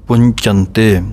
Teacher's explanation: ਦੋਵੇਂ ਟਿੱਪੀਆਂ ਵੀ ਬੋਲਣੀਆਂ ਹਨ, ਅਤੇ ਚੱਚੇ ਨੂੰ ਝੱਜਾ ਨਹੀਂ ਬਣਾਉਣਾ